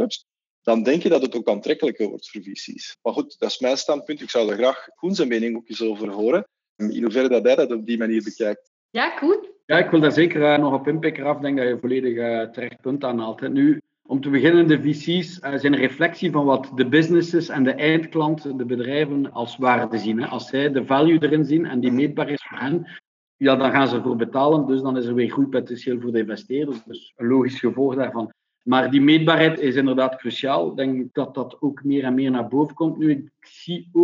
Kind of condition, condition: link, video call